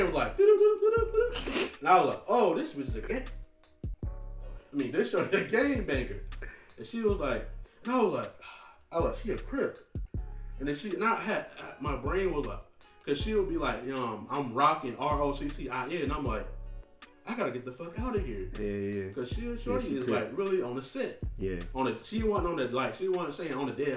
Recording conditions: uneven or low level